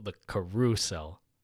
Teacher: the word is carousel, but they emphasize the second syllable, the carousel.